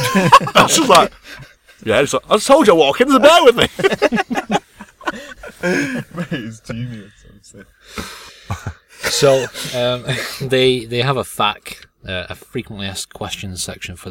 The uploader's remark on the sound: Get together in the car once again.